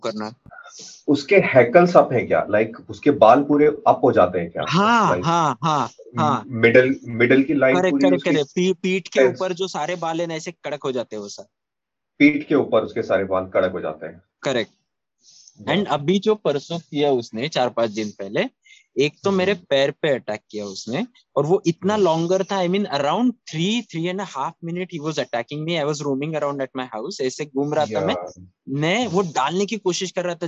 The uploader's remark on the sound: Our expert team recently held a Zoom call